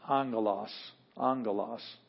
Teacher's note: If the gamma comes before a kappa, a xi, or a chi, or if it comes before another gamma, it has a nasal sound like ng. And we have that like angle.